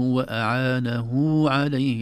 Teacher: أعانه كأنها هاء وبعدها واو، هذه يسمونها هاء الصلة